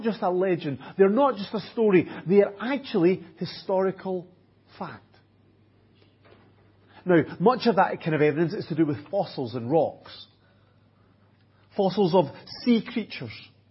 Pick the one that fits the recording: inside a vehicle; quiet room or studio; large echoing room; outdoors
large echoing room